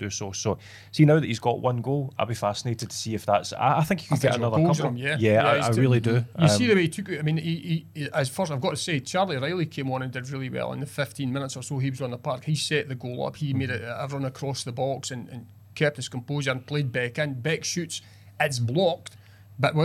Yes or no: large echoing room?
no